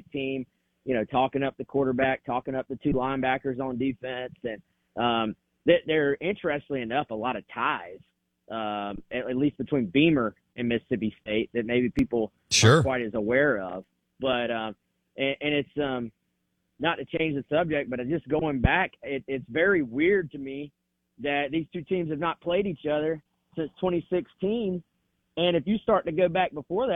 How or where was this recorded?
phone line